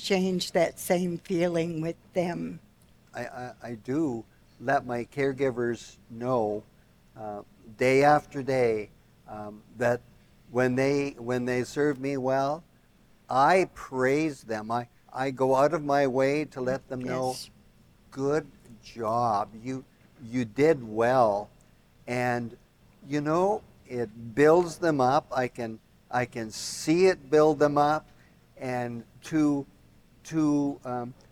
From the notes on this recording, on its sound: Hosting a LIVE recording at the Schlegel Villages Operational Planning Conference in Niagara Falls.